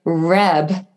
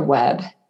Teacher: This is an atypical error in which the child is producing a much more difficult sound for an easier one. If the child is saying reb for a spider web, an R for a W, that's a red flag for us.